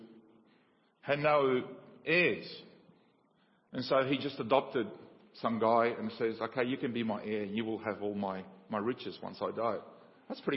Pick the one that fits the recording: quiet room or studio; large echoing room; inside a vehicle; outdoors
large echoing room